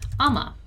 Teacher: I'm going to connect the words because one ends in a consonant sound and the next begins with a vowel sound.